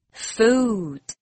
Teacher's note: food 看似简单，但记得母音一定要发得够长才正确哦